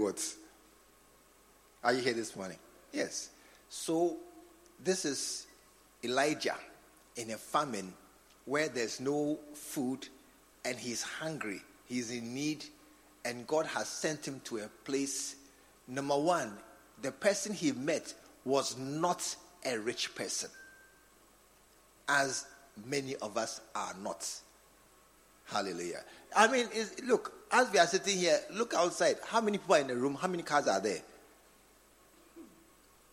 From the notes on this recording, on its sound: Preached at the True Vine Cathedral, Bantama.